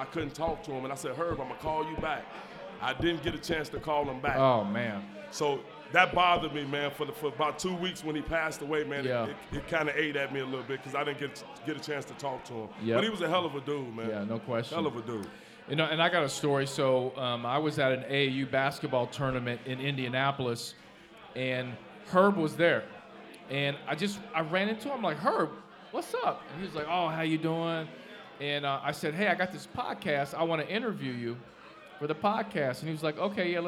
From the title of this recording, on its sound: LIVE at Mio’s